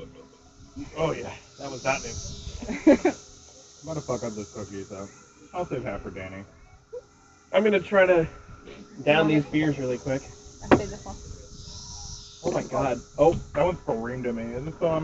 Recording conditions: sounds in the background